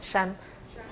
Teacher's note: 因为它有 m 的音呢，山要鼻音要出来